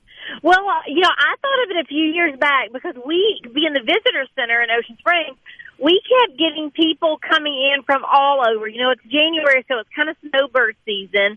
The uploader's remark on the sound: joins the conversation by phone